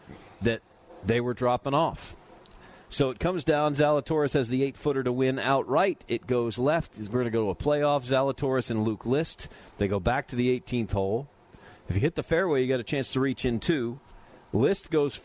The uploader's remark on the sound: live from Fairway Social!